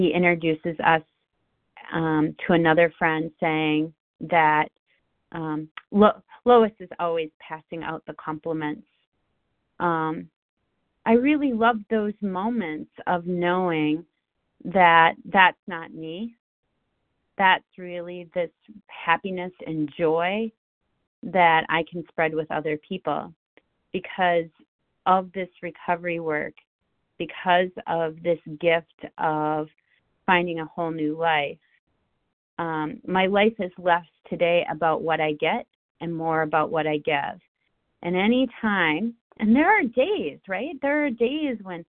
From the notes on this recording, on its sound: from the 100 Pounders Phone Meeting, 6/27/23.